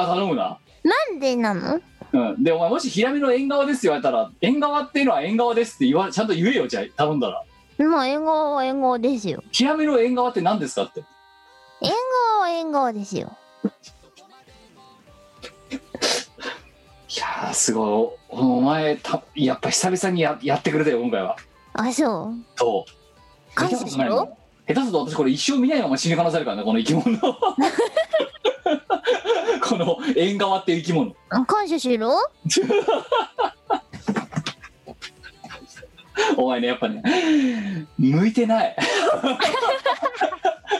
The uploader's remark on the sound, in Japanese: 本番組はリモート収録です。収録時環境の影響により、聴き取り辛い部分があります。